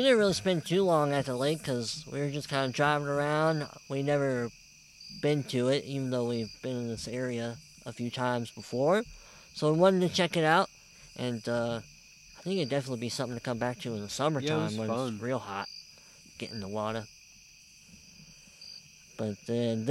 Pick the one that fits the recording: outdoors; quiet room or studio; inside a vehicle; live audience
outdoors